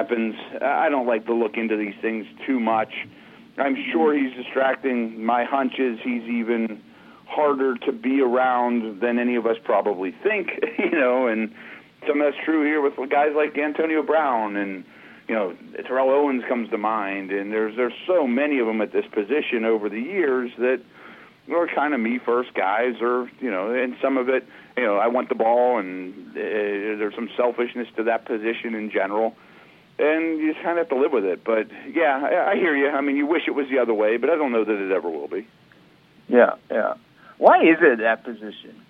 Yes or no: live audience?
no